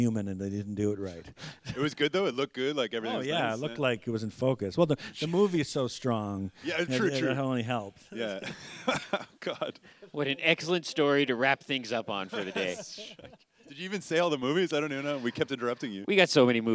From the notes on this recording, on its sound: Record a podcast in front of an audience at Ottawa Comiccon!